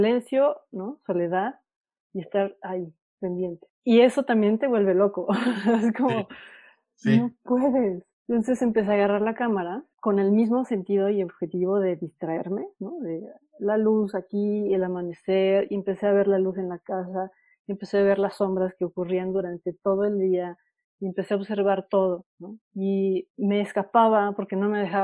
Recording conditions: video call